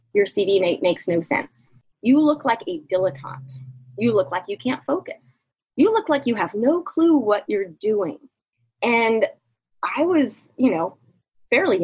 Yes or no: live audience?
no